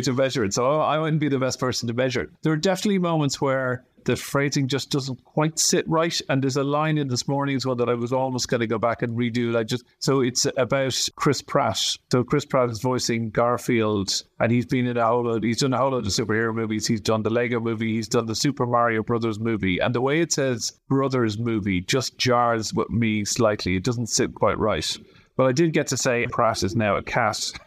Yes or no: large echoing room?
no